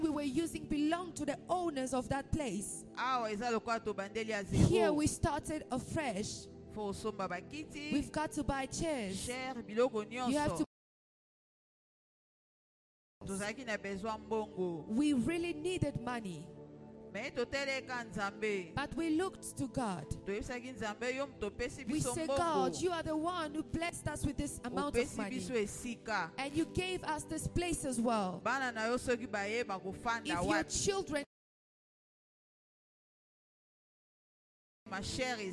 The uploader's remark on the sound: Sunday Live Service.